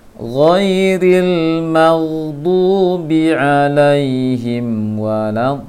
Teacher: Terlalu lama menahan tasydid di lamnya, di dotnya, atau terlalu lama menahan tasydid pada lamnya sehingga terhitung dengung jadinya